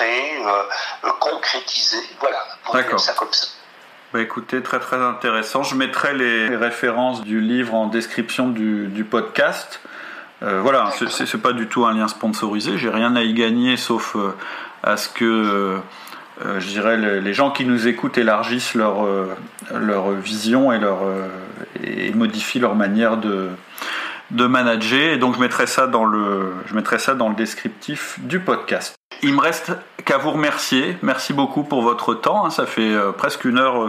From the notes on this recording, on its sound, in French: Je m'excuse pour la qualité du son de cet épisode (problème technique).